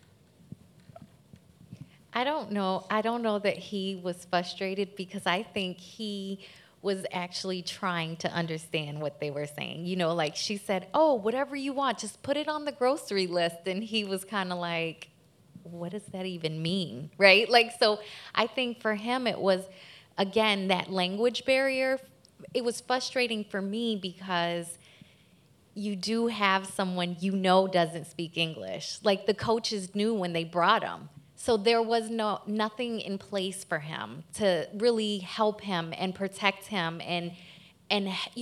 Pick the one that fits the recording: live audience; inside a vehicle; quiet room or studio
live audience